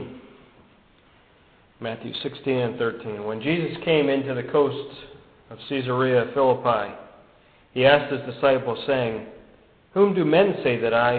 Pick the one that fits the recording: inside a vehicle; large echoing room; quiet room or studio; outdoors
large echoing room